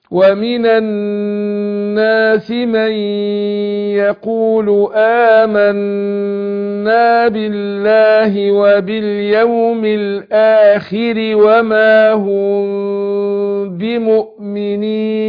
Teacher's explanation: هنا اقول وما هم، ميم ساكنه وبعدها باء، قلنا لما يجي بعد الميم الساكنه باء بنخفي الميم عند الباء وبنسميه اخفاء شفوي